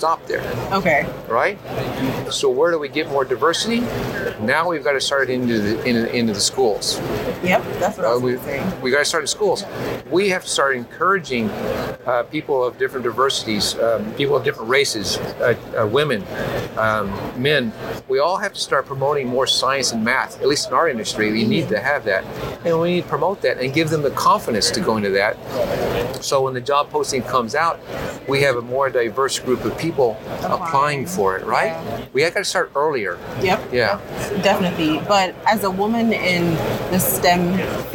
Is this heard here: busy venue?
yes